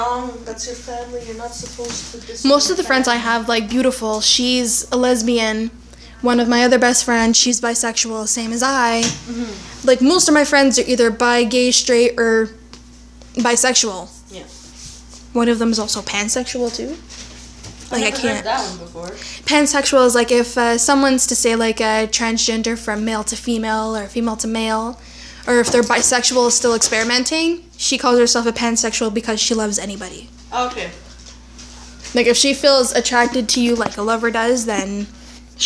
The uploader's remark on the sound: Not the right mic but will get one soon.